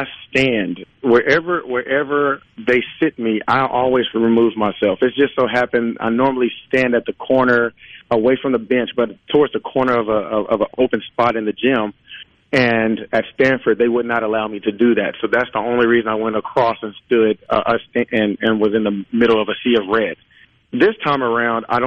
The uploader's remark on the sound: joins the conversation by phone